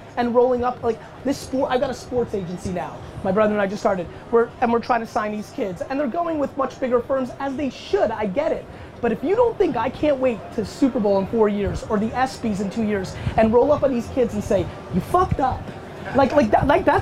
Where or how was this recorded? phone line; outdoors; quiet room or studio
outdoors